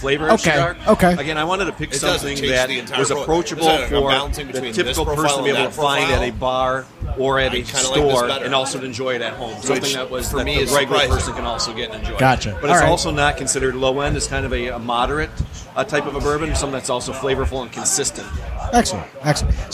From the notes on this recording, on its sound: Man Cave Happy Hour – Live from Stray Cat Lounge